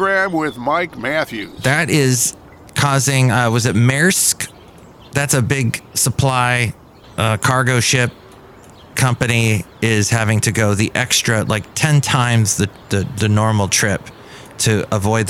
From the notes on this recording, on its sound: podcasts live from Café Anyway